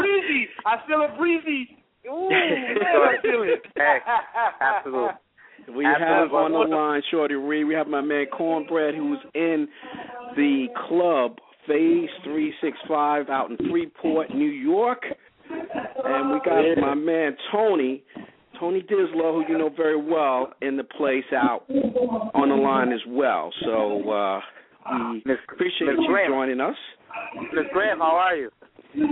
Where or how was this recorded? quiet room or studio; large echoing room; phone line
phone line